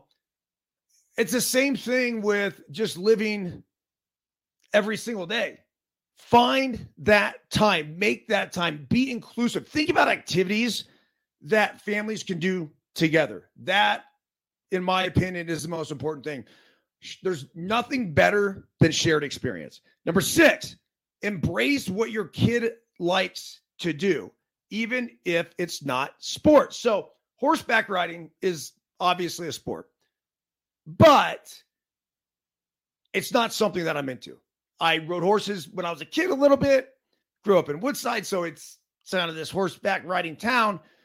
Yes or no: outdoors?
no